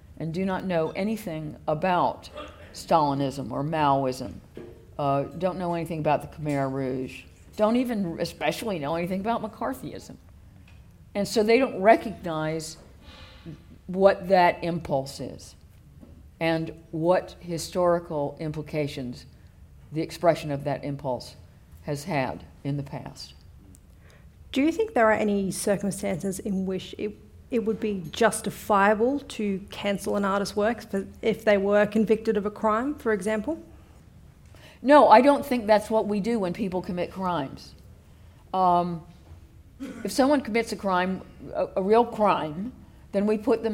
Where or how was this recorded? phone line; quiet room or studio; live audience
live audience